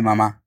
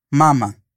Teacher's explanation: yo dije todas las veces mamá, con la sílaba fuerte al final. · Shown in: first take